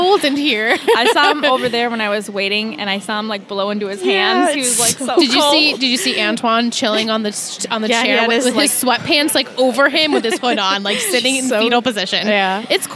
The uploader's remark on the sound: Recorded LIVE from TRIC.